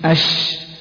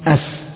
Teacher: فإن الشين تخرج من وسط اللسان مع ما يلي من الحنك الأعلى، والسين تخرج من طرف اللسان مع ما بين الثنايا العليا والسفلى قريبة إلى السفلى